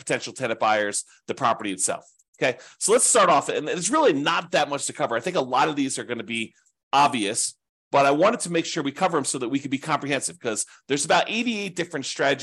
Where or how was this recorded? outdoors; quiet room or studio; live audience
quiet room or studio